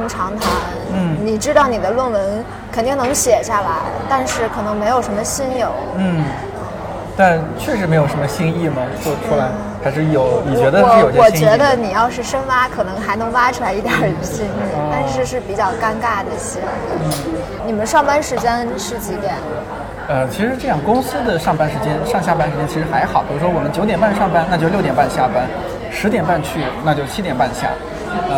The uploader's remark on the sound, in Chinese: 上周五去naive理想国北京郎园店和三位偶遇的听友即兴聊了聊，在征得他们同意之后，我把聊天录音整理成了这期节目。第一次尝试这样的录制，低估了工作日咖啡店的热闹程度，这次的收音有点嘈杂，带来不好的收听体验还请谅解。